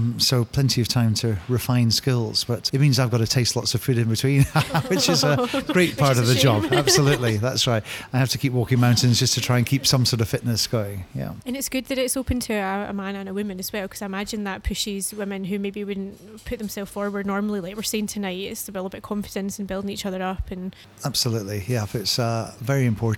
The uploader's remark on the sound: A live recording from a special fundraising dinner at Eusebi's in Glasgow.